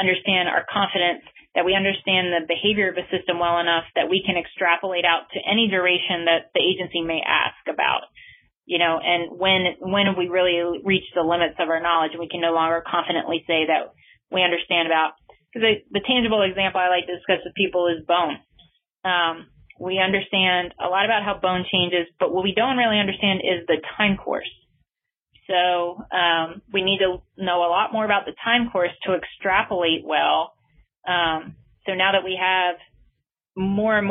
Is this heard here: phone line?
yes